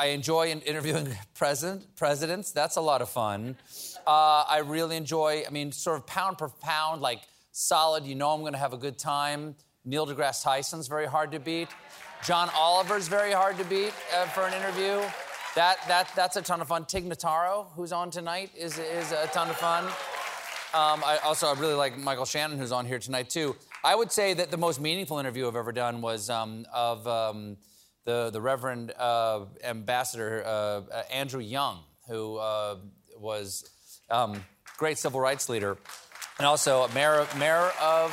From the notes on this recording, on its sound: Every night before taping the show, our host takes a few questions from the audience.